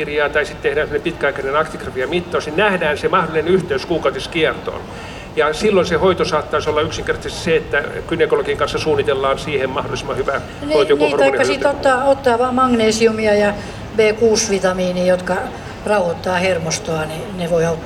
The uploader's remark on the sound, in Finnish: … Espan lavalla 27.7.2019. Helsingin Lähiradio 100,3MHz.